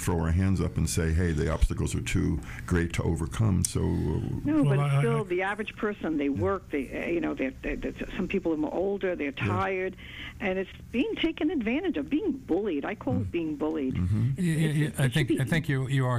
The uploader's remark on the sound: we appreciate all the phone calls from our listeners!